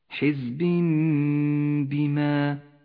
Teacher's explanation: التنوين وبعده حرف الباء، يقلب التنوين إلى ميم، الميم تغن بمقدار حركتين · Term: الإقلاب